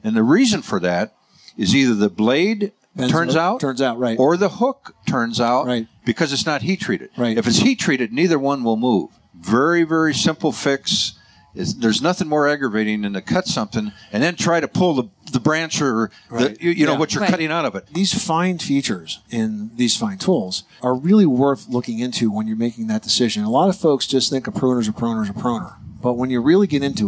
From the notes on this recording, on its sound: Live from the 2018 National Hardware Show